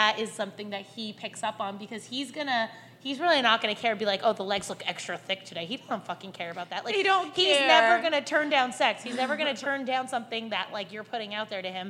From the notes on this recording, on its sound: The girls recorded their first ever live show, where fans got to sit in and watch. Live fan interactions.